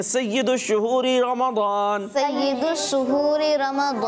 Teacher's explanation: سین میں آئے گی سیٹی کی آواز اور شین میں آئے گی شین کی آواز جیسی ہوتی ہے اس کی، تو شین سین نہ بنے.